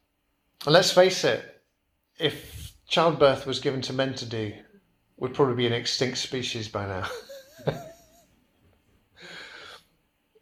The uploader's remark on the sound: Preached at Kirkby Stephen Evangelical Church